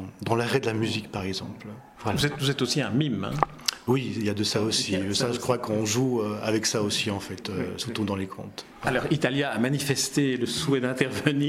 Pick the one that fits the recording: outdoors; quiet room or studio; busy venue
busy venue